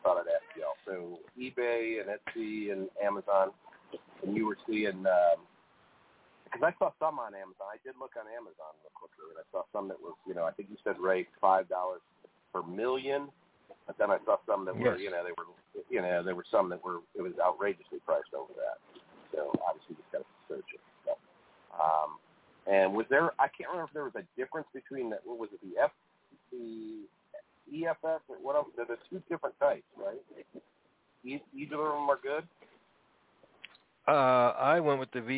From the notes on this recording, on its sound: TNTSuperfantastic Conference Call